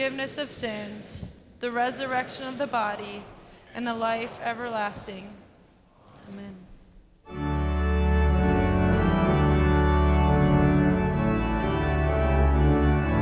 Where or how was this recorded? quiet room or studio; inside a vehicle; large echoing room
large echoing room